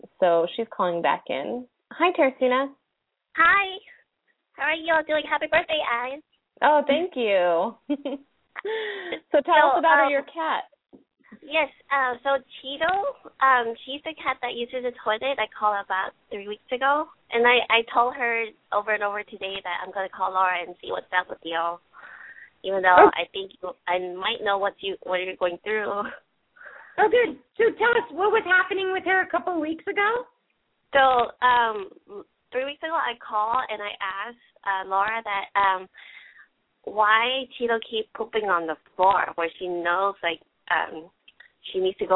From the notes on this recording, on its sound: open up the lines for listeners to call